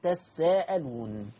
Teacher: ومن قرأ تساءلون كورش أضغم التاء الثانية في السين